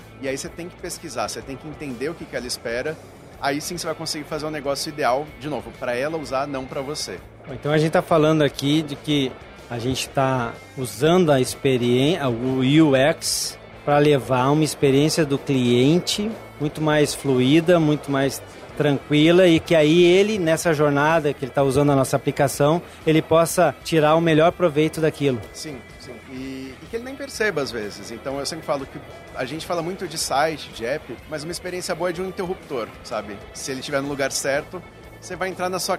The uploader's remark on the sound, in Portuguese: gravada diretamente do 30° Congresso Expo Fenabrave, no estande da Auto Arremate® e Linx